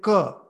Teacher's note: When you're saying Ka, you just see the middle of your tongue touch the palate.